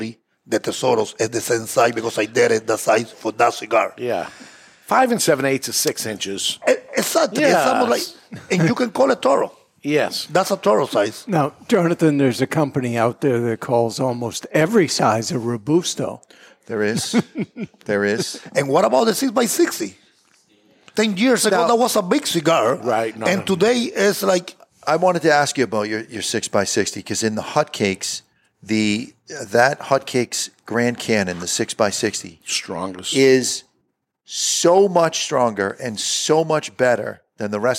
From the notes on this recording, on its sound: This week on The Cigar Authority broadcasting live from the Toscano Sound Stage in Salem, New Hampshire. Is recorded live in front of a studio audience at Studio 21 Podcast Cafe upstairs at Two Guys Smoke Shop in Salem, NH.